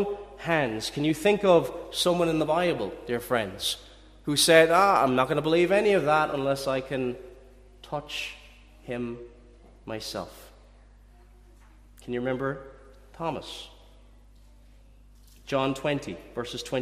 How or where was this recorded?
large echoing room